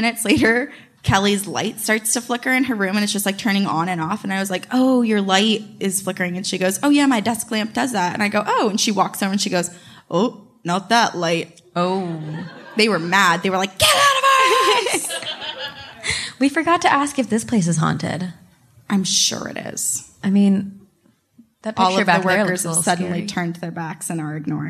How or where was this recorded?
live audience